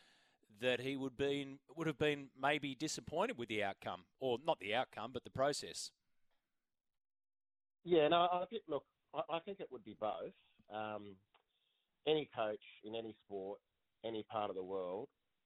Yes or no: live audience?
no